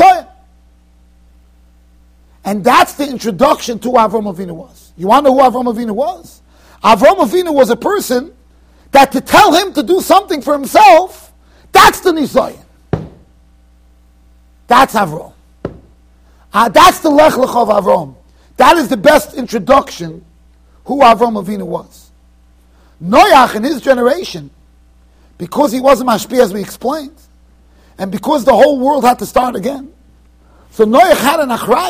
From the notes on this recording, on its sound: Shiur recorded in Yeshivas Ohr Reuven, Monsey NY.